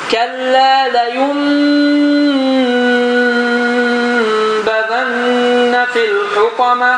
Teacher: Nun tam bir şəkildə orada yazılmasına baxmayaraq n oxunmur, mimdən əvəz olur. Qaydanın adı iqləb.